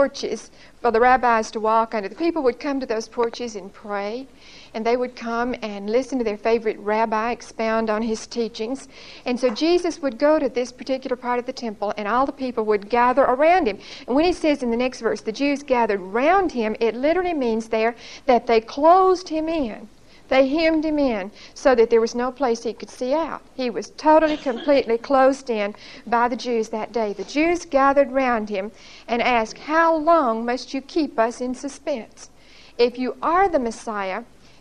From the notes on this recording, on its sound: Recorded 8/26/1975 at Whitesburg Baptist Church.